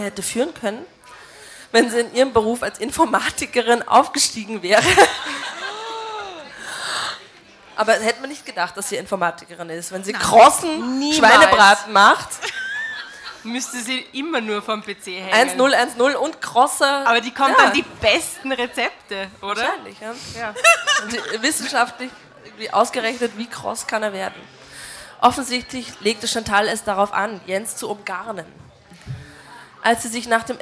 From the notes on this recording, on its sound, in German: Livemitschnitt Releaseparty. Bei dieser Geschichte handelt es sich um einen Livemitschnitt von unserer Drama-Carbonara-Releaseparty, bei der via Open Mic das Publikum mit uns lesen konnte.